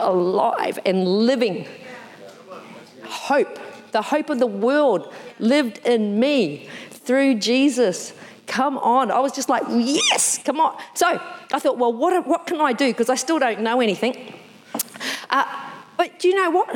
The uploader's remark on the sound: Recorded in the 9am service.